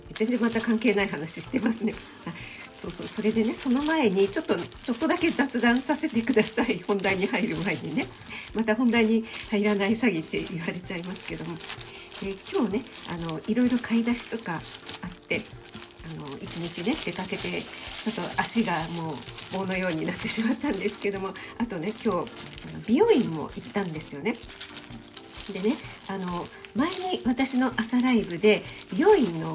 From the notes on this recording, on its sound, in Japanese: 朝LIVE。肉巻き作りながら前半はどうでもイイ美容院の雑談。エンボス手袋で肉を巻く音がガサガサうるさいです。